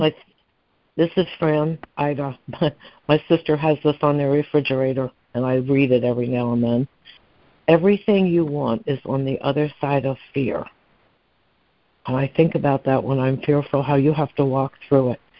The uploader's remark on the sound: ACIM Daily Conference Call.